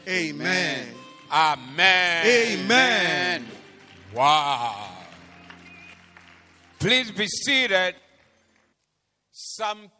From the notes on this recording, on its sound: Preached at the Doxa Service 23072023